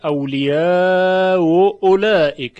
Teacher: هر دو مکسور باشن یا مضموم باشن، همزه اولی تسهیل میشه